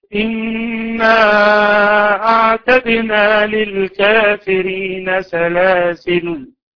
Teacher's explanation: ذهب الجمهور إلى الوقف عليها بسكون اللام